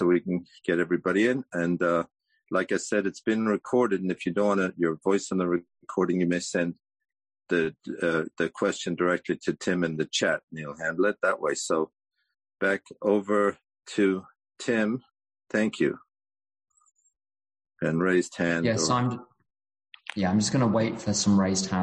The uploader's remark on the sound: Recorded at the end of June 2022 at the Friendly Circle zoom meeting in Berlin.